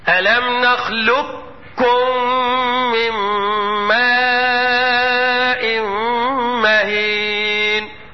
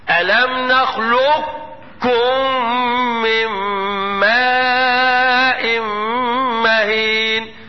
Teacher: اقول تاني واسمع النطق كويس، الم نخلقكم من ماء اوادغم ادغام ناقص وهو ان انا حافظ على سكون القاف · Shown in: second take · كما قال بعض العلماء وما قلقلهاش يعني لا تدخلها لا تقلقل هكذا الم نخلقكم من ماء مهين. · ادغام كامل وهو ان بعد اللام انطق كاف مشددة هكذا الم نخلقكم من ماء مهين.